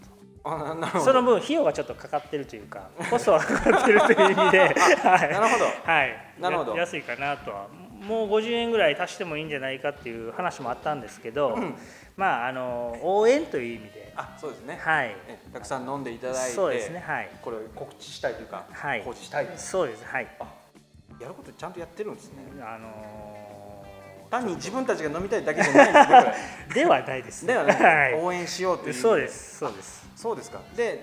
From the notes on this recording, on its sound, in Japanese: そろそろ同じパターンで録音するのも飽きてきたので、今回はいろんなお店で出張録音を試みてみました。